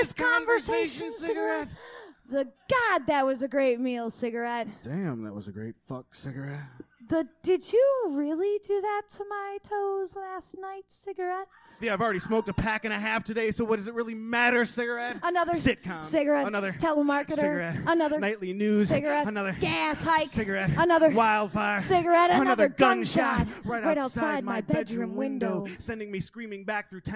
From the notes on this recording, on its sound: An Open-Mic from November of 2000. From the Detroit Poetry Slam in Hamtramck Michigan.